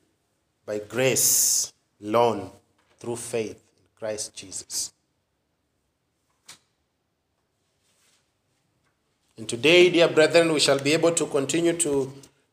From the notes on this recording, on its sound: Preached God's word to Bethesda Baptist Church Nyeri.